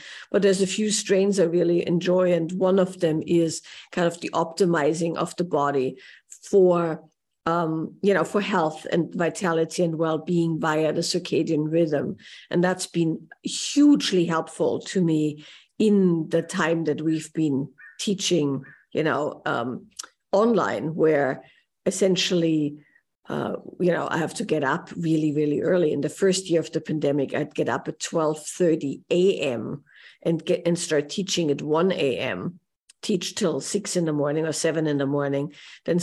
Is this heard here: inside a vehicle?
no